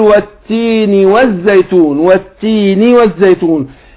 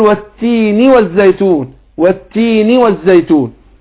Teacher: أبين الكسر اللي في النون بس ما بالغش، لا أبالغ في كسر النون حتى تنقلب إيه ياء · Shown in: second take · ينفعش والتيني والزيتون يبقى بات ياء، لا أقول والتيني والزيتون، والتيني والزيتون حركة وليست حرف. · Term: حركة الكسر